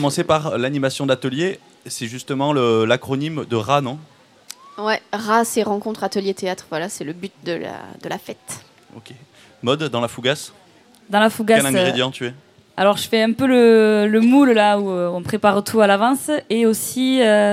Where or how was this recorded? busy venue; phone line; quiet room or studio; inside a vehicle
busy venue